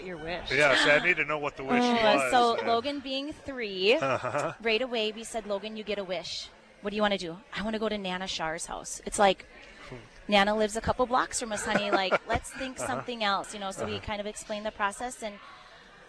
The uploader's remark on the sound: live at Dakota Medical Foundation for Giving Hearts Day 2024